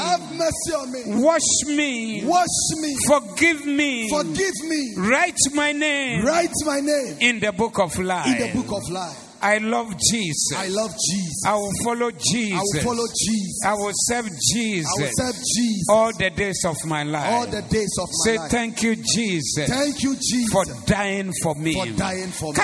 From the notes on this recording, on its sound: Preached at the Zeloo Service